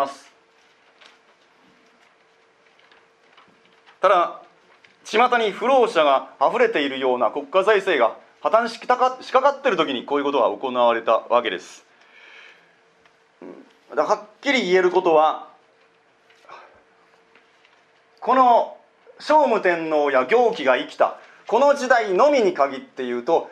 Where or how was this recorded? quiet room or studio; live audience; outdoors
live audience